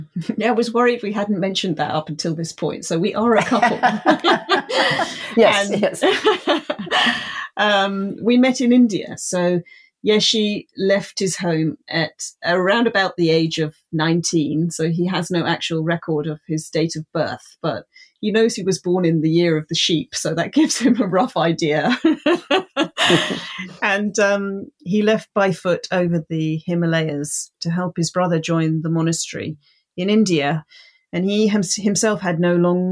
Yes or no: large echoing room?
no